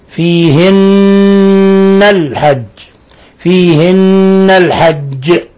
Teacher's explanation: حرف نون مشددة فتغن مقدار حركتين